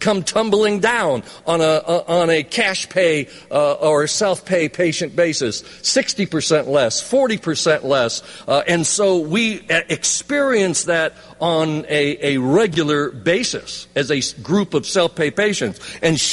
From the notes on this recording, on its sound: interviews recorded live at the conference